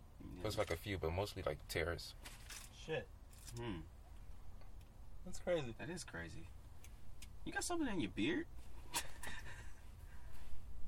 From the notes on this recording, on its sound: The boys are finally back together in the car.